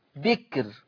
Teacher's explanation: في كلمة بكر شوفوا الكاف، شوفوا السهم، الكاف ساكنة بس قبلها باء مكسورة وبعدها راء مضمومة، فالكاف الساكنة دي حاجز بين الباء المكسورة والراء المضمومة، الراء هنا مضمومة، الكاف الساكنة حاجز بين الباء المكسورة والراء المضمومة، فحكم الراء الترقيق قولا واحدة